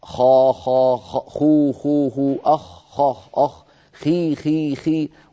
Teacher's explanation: ويقلب الحرف الخاء بكل تقلباته ثم يقول الخاء من أدنى الحلق